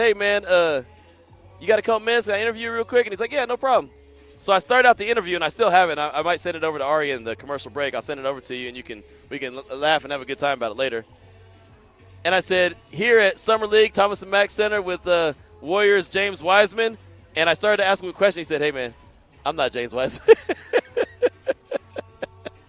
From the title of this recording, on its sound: LIVE FROM NBA SUMMER LEAGUE